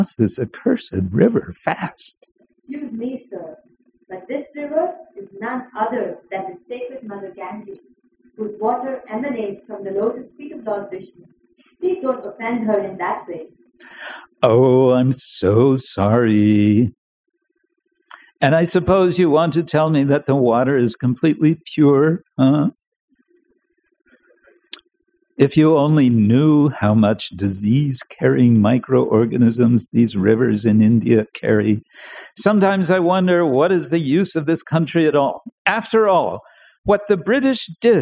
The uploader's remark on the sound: Recorded during Bhakti Retreat 2023 in Kientalerhof/Switzerland - Bad quality, next will be better.